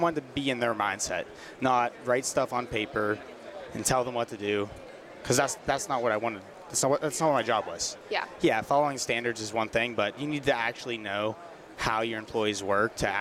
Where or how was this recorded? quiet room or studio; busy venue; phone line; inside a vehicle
busy venue